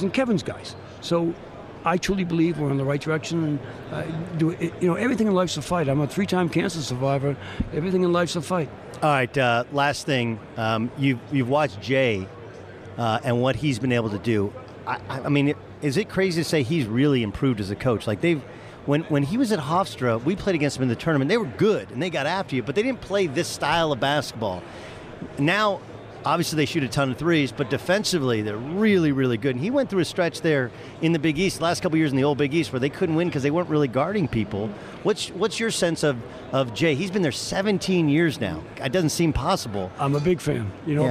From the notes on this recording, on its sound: Live from San Antonio for the Final Four